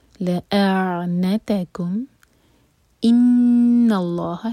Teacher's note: لأعنتكم ان اللہ، نون پر غنہ، دو seconds کا ٹائم